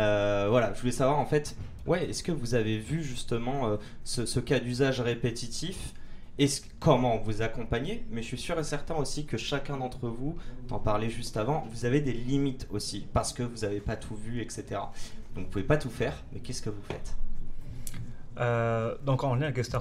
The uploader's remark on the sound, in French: Cet épisode a été enregistré à l'occasion de Zero-to-One - l’événement. Cet épisode a été enregistré à l'occasion de Zero-to-One - l’événement. Qui a réuni les talents des plus belles startups françaises.